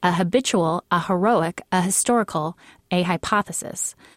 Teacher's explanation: The thoroughly modern thing to do is to use a, never an, together with an aspirated H